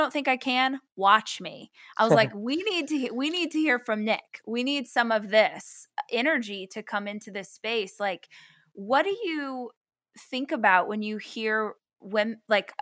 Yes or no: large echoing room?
no